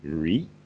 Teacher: his name is pronounced Achan Rit with a rising tone